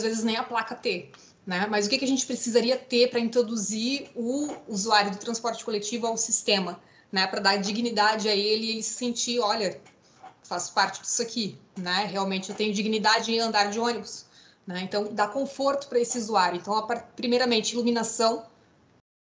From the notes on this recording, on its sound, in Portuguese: Gravação da Masterclass. Durante a Semana Acadêmica 2021 da UDESC.